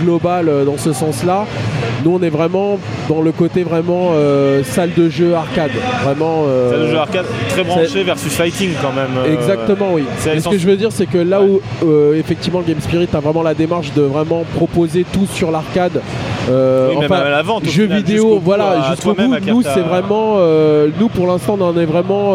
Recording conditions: busy venue